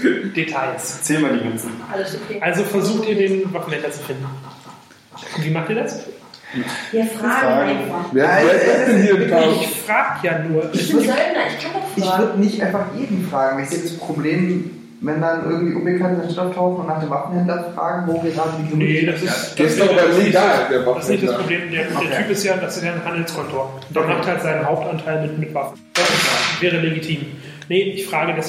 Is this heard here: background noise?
yes